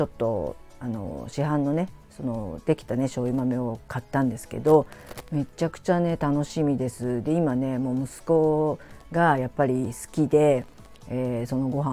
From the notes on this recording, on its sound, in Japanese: マイクの雑音が入ってしまいました。すみません。Stand.fm。